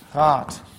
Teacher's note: Also D wird realisiert als T. Was ist hier passiert eigentlich? Stimmhaftigkeit ist verloren gegangen. · Term: Auslautverhärtung